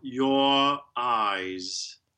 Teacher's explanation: So we just skip the R. Yeah, the R reduces to schwa. Whether it links on and is pronounced as a consonant or just left, it still reduces to schwa.